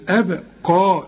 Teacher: القاف هي المفخمة مع المد بتاعها